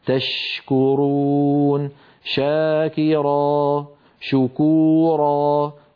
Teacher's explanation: أن الشين تخرج من وسط اللسان مع وسط الحنك الأعلى كما نرى، ولكن يبقى المخرج مفتوحا. تشكرون شاكرا شكورا، كل شين مهما كان وضعها فهذا مكان خروجها، وأعود فأقول لا ينقفل المخرج عند نطقها لأن لها قابلية التطويل والرخاوة والهمس كما سيأتي معنا في صفات الحروف.